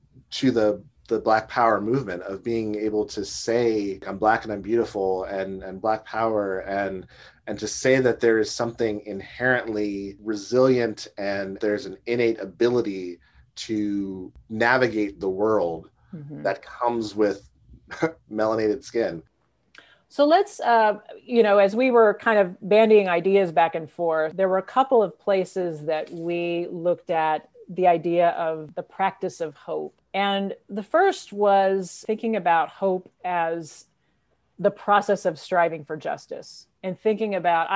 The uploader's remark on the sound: Spoke over Zoom.